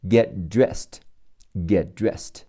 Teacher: 听力和口语中 get 的 t 会不出声，只做发音的动作